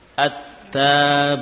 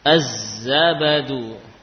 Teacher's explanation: karena dekatnya makhraj, ya, menyebabkan lam itu dibaca dengan idgham · Term: idgham syamsi